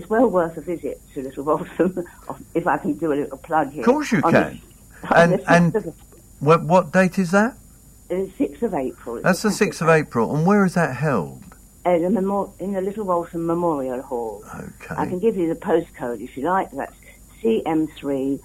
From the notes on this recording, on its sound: Phone-in show on City Sound Radio.